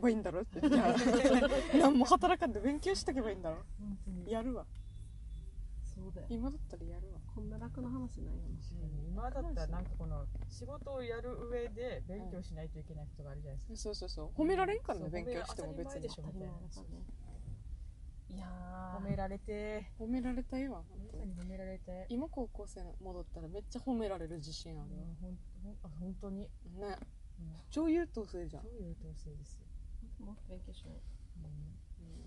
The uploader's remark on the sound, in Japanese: 今回はドライブ収録です！といっても停車した車のなかだから、。エンジン音うるさくなくて聞きやすいこと請け合い！